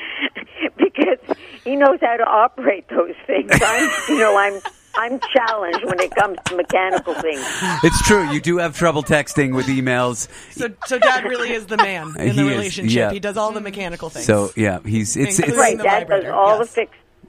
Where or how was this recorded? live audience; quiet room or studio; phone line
phone line